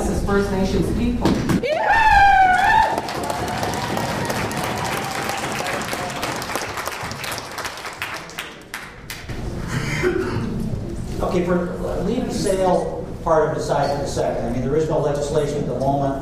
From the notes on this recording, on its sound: Part 2 Q&A. Audio of this speech is available courtesy of an audience member.